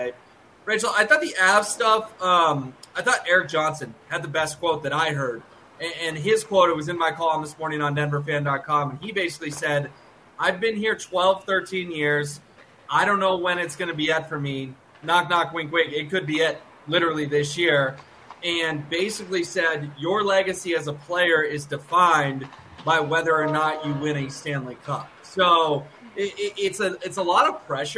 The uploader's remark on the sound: Live from Ball Arena ahead of Game 1 between the Avalanche and Lightning.